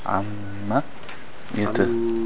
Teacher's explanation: It has a shanda, but there's no alif after it. So the meme is a very short vowel.